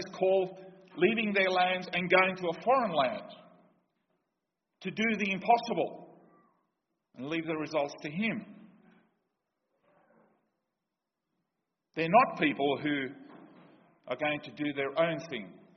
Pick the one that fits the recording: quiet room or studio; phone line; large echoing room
large echoing room